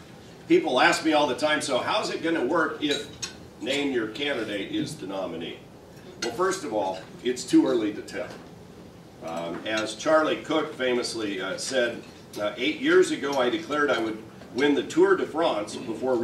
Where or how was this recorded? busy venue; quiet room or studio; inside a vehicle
busy venue